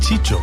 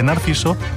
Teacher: muchas veces el sonido C o S pasa a ser Che · Shown in: first take